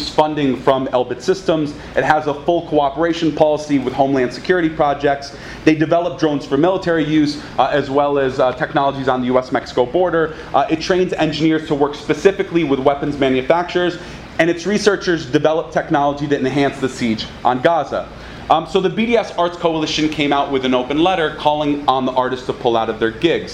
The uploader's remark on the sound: This workshop was presented at the Socialism 2014 conference in Chicago on June 26th. It was part of a track of radical art talks done every year at the Socialism conference.